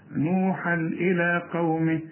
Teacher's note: تنوين وبعده همزة ما تغنش في عموم القرآن